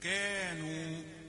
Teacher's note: كانوا يعملون ما كملتش الحركتين. كانوا، والمد في كا طبيعي، نو طبيعي، فلماذا تخطف المد الثاني؟ حركتان وحركتان.